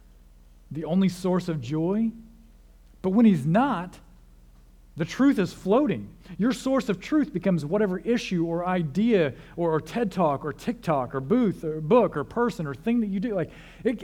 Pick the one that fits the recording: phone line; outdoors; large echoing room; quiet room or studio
large echoing room